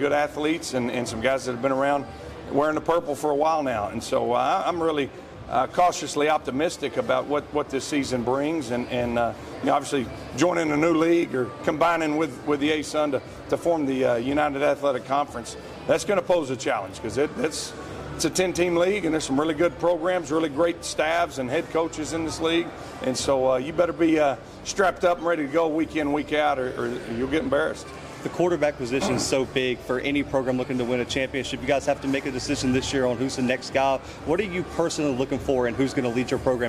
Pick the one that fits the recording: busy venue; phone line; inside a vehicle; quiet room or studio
busy venue